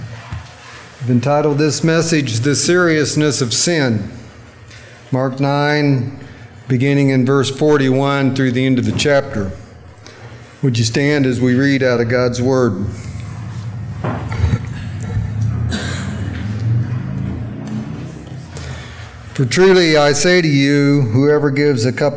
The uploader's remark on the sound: during our recent worship service